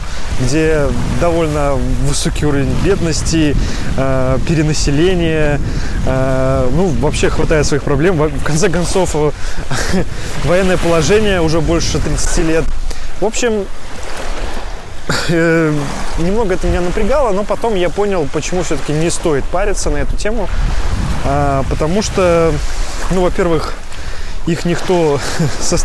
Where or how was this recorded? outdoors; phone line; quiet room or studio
outdoors